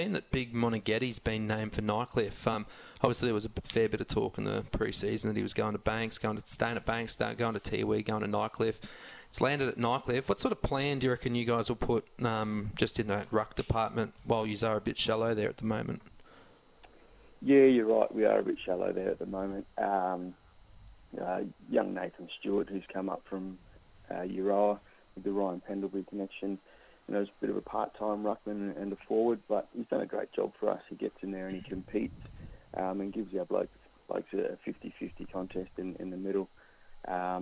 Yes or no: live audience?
no